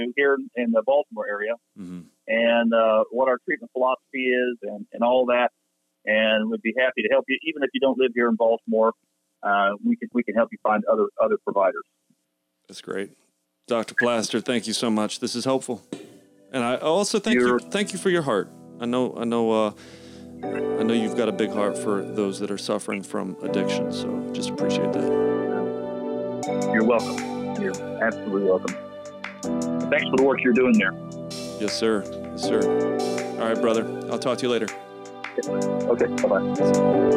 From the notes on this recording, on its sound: The team makes a random phone call